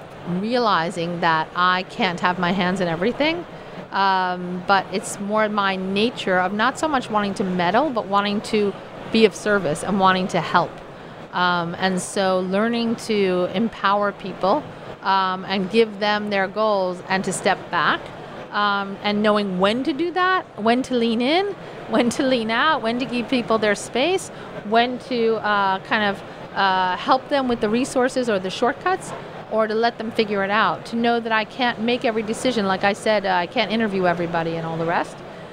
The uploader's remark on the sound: live from Slush 2019